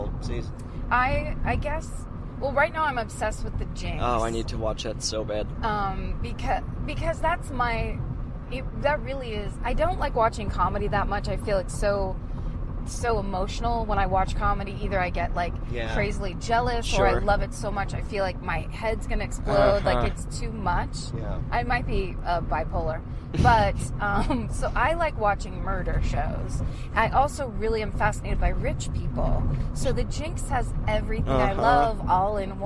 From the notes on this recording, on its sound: In the Car.